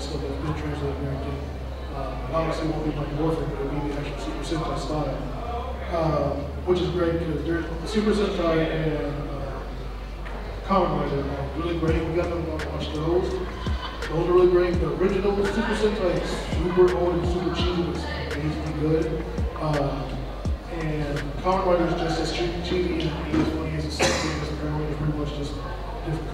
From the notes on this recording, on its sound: We talk all thing Power Ranger during a panel at Metrotham Con 2023.